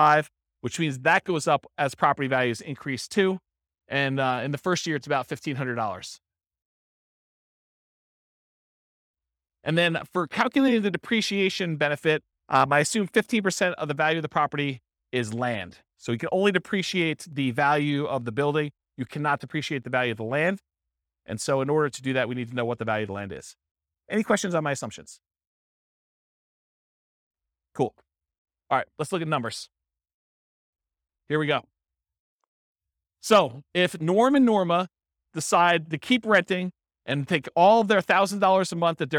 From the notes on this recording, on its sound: This was a live class recorded